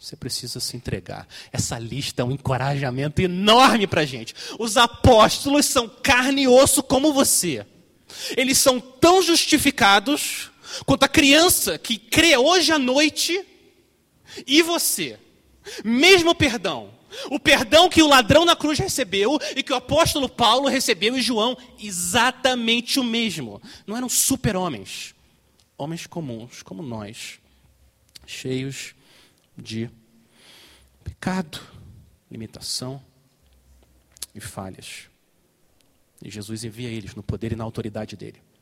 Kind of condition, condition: setting, large echoing room